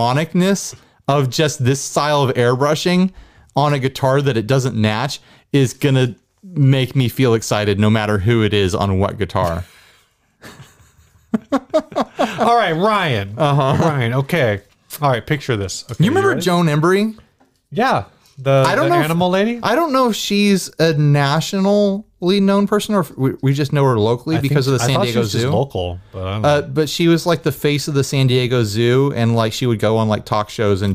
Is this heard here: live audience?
no